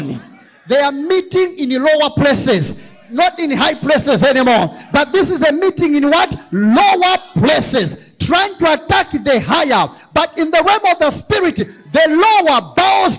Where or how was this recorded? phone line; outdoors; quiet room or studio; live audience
live audience